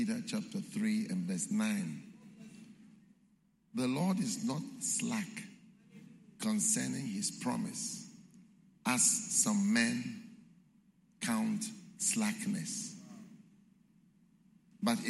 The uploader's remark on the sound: Preached at the Qodesh